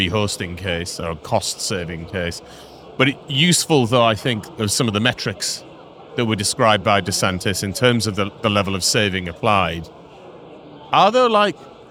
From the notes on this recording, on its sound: We are live from AWS re:Invent 2023 in Las Vegas, direct from the Expo floor.